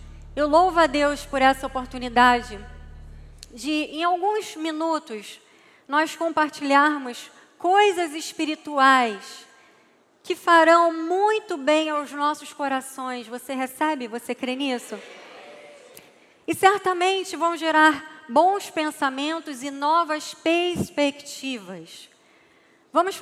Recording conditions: large echoing room